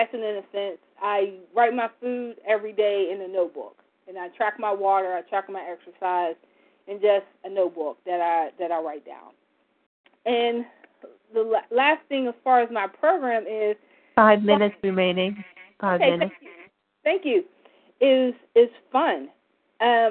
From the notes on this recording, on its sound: From the 100 Pounders Phone Meeting.